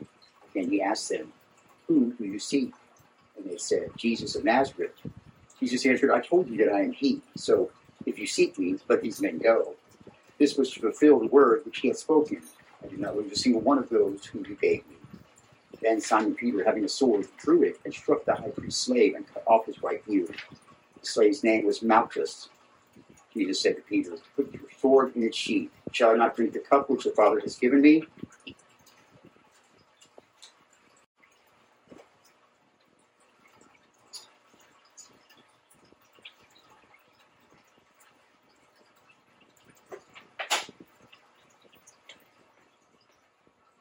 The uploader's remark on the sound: Please enjoy this recording of our entire Good Friday Service.